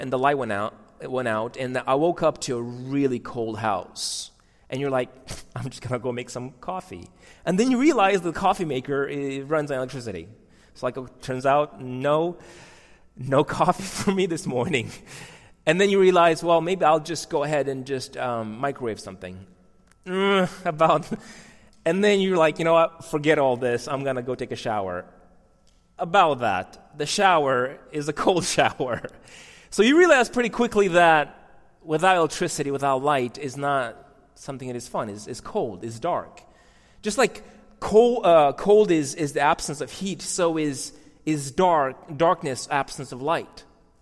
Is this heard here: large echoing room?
yes